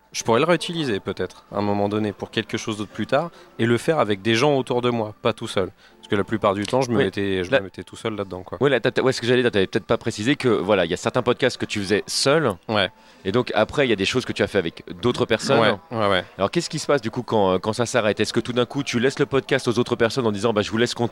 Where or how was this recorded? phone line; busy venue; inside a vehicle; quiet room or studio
busy venue